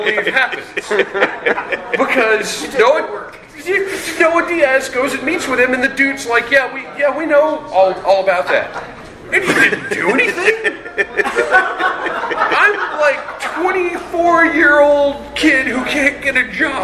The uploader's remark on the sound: This episode was recorded in front of a LIVE audience at JoeFest in Augusta, GA.